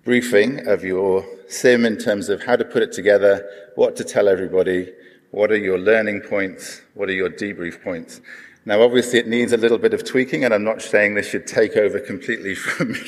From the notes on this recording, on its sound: This episode of the podcast is a live recording from the PREMIER Conference.